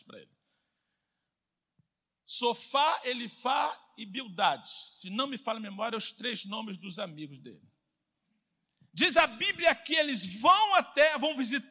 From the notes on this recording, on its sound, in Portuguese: CULTO AO VIVO